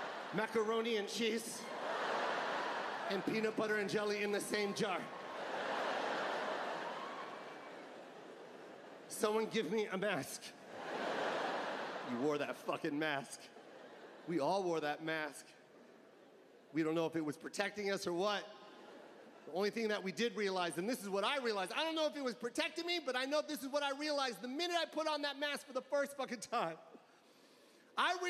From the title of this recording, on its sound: Live from the Los Angeles Forum 2022